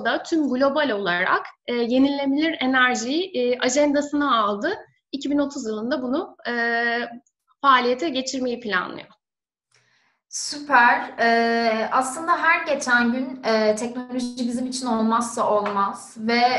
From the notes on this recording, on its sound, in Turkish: webinar serimizin dördüncü yayını